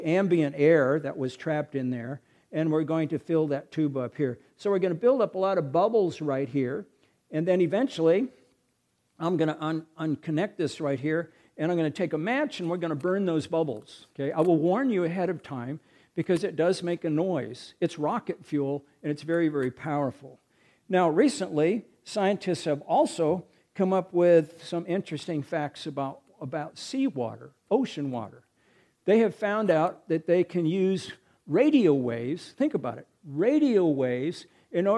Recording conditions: large echoing room